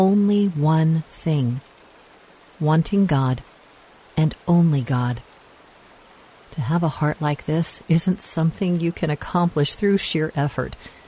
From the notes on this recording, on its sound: Relax to the sounds of rainfall.